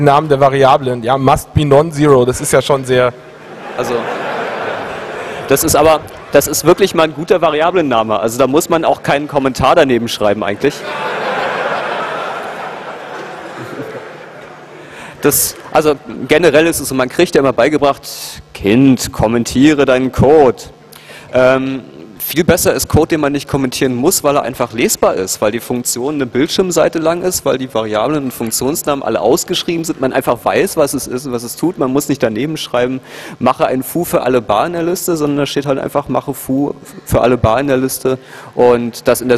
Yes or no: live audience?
yes